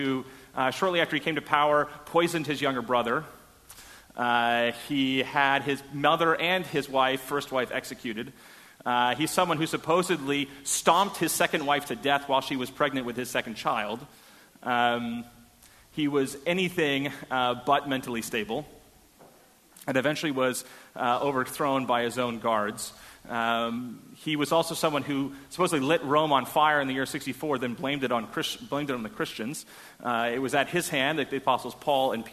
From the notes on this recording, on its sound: Delivered at First Congregational Church of Houston on November 13, 2016. A sermon on Romans 13:1-7 delivered at First Congregational Church of Houston.